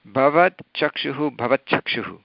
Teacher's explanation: चकारस्य प्रभावेन तकारस्य स्थाने चकारादेशः भवति